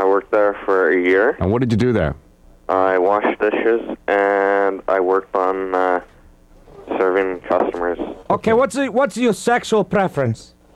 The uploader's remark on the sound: Prank phone call, but this time in reverse.